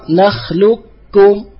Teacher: فلا يبقى أثر للقاف، فتدغم صفات القوة التي في القاف · Term: إدغام كامل